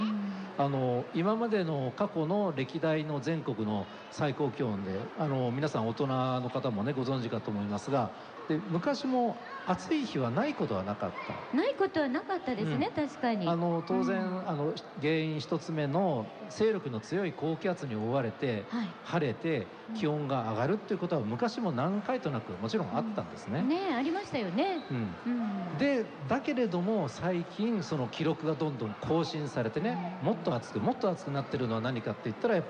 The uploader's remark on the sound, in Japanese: 公開録音：イオンモール神戸南。